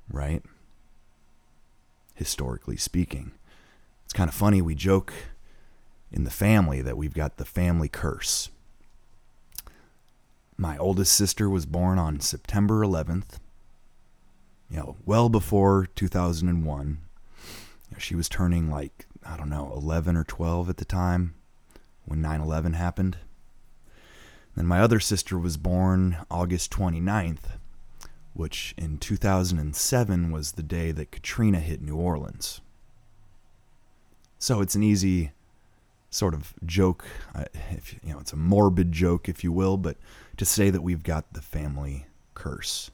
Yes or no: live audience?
no